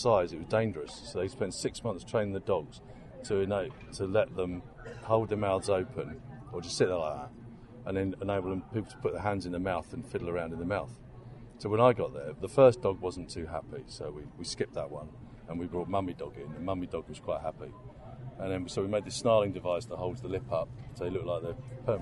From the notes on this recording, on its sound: outside the venue as it was far quieter than inside